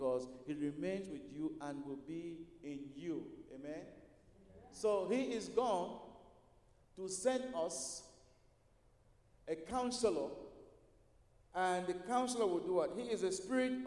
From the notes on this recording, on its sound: at Broadway Baptist Church, Lexington, Kentucky